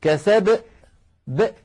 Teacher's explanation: يختمون صوت القلقلة بهمزة، وهذا أمر منتشر جدا · Term: ختم صوت القلقلة بهمزة